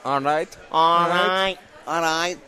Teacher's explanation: Manchester is very nasally.